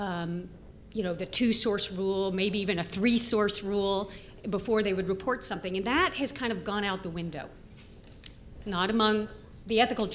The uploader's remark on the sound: Panel at #Media99 Summit